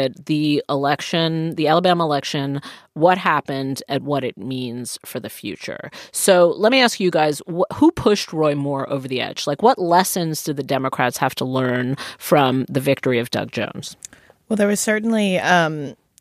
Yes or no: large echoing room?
no